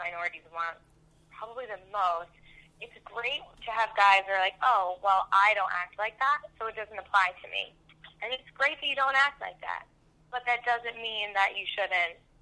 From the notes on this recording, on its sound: We thought we'd air this phone conversation we had